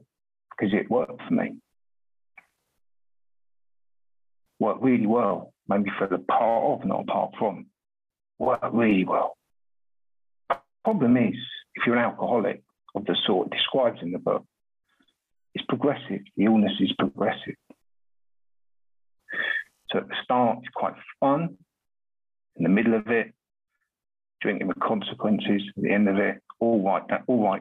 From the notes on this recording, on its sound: at the Magical Mystery Tour zoom meeting held in August of 2022